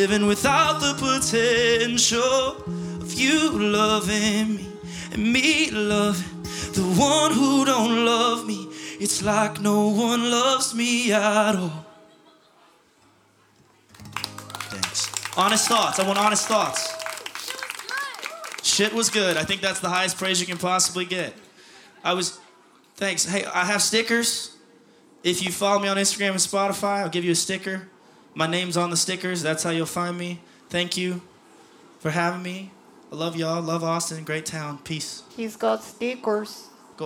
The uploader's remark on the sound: Recorded live at Late at the Lake, at Mozart's Coffee Roasters in Austin, Texas on Tuesday, October 18th, 2022.